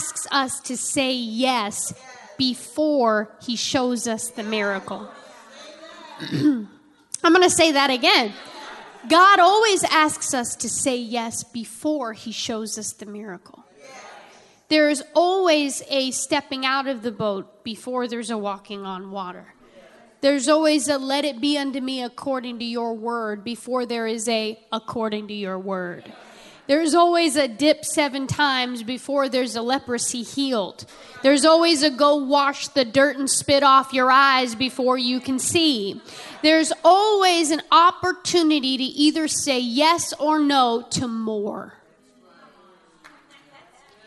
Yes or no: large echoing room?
yes